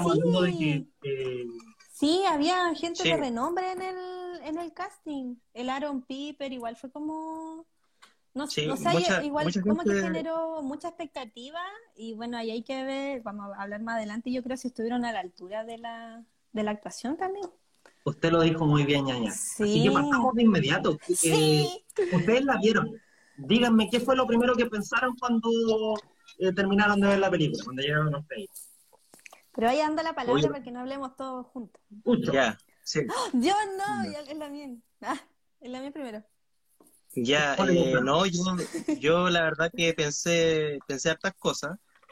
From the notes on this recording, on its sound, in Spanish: un exitoso Instagram Live que hoy compartimos por la clásica plataforma